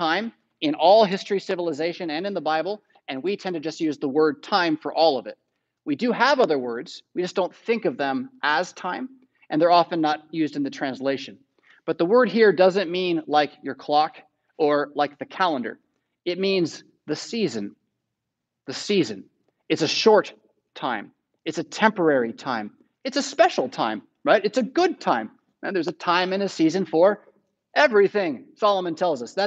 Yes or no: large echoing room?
yes